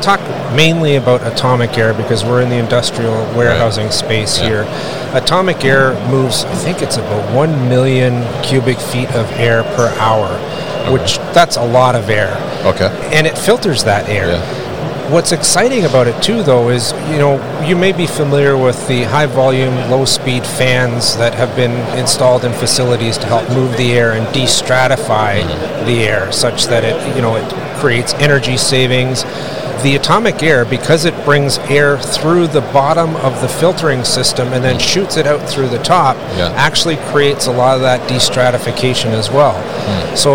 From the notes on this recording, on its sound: Ideal Warehouse at MODEX 2022